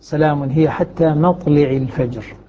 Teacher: يقرأها الكسائي بكسر اللام